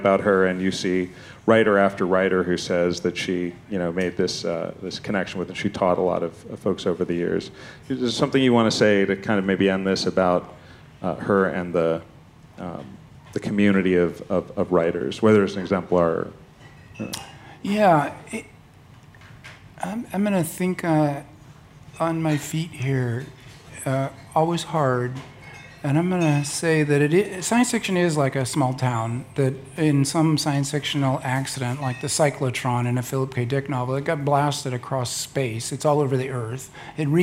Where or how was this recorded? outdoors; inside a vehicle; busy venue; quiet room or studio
busy venue